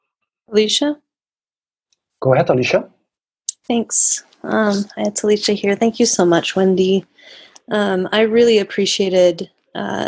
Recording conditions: video call